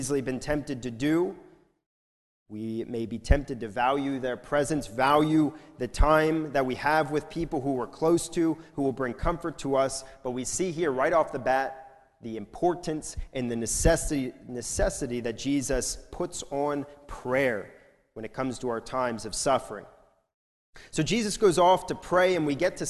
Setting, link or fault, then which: setting, large echoing room